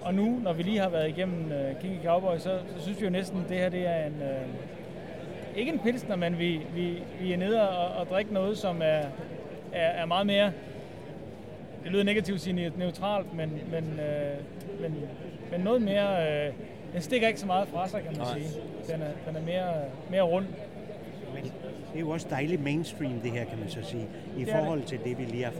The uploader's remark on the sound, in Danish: Festivalen foregår i Forum i København og de to ølnørder snakker med flere danske bryggerier.